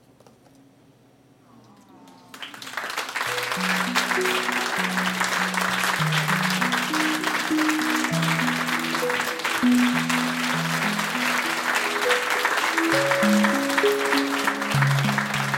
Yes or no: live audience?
yes